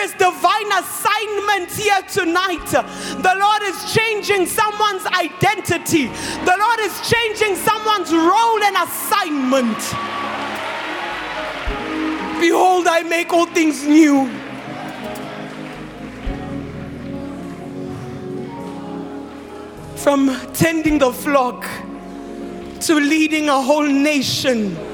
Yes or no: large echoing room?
yes